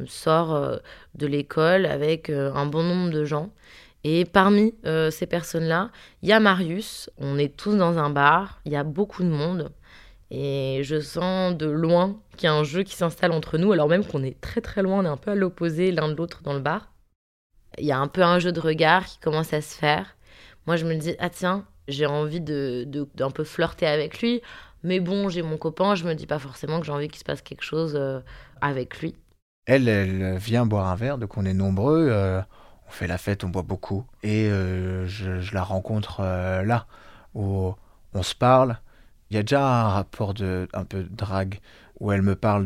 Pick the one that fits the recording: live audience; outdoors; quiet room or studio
quiet room or studio